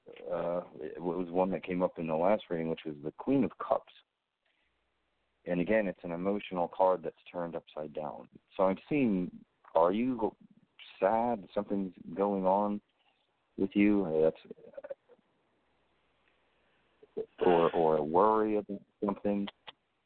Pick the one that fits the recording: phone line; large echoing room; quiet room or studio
phone line